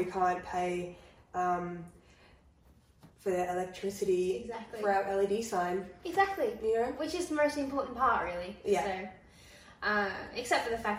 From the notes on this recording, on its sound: Accidentally permanently deleted the first half of our audio recording... What you're listening to for the first 30mins is the audio extracted from the video from our iphone.